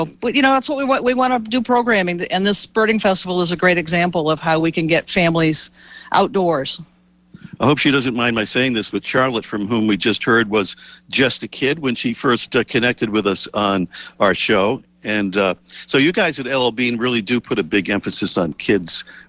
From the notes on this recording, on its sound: Our latest show comes from the L.L.Bean/Maine Audubon Birding Festival in Freeport, Maine — featuring on-site guests from Maine, and Alberta, Canada.